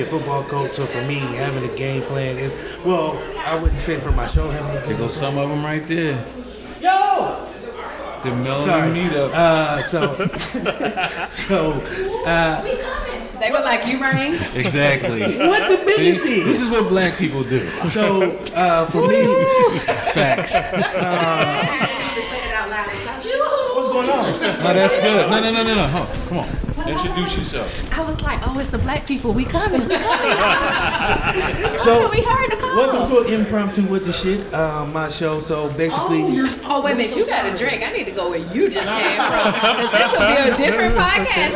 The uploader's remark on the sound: reported live at Podfest 2024 for the 10th anniversary in Orlando